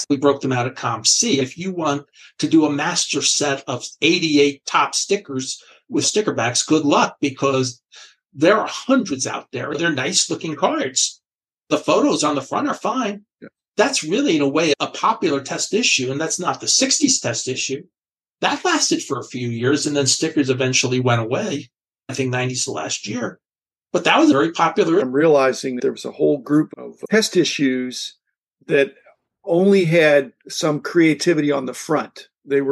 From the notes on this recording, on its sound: I zoomed